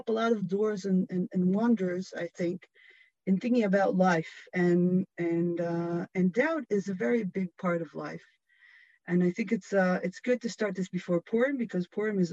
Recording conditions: video call